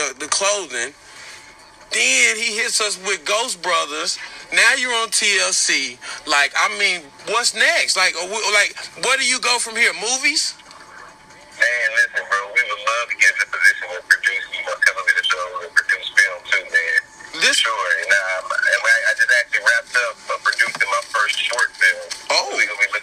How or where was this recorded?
phone line